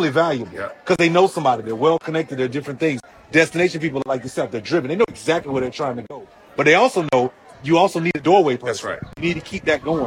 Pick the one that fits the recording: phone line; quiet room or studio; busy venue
busy venue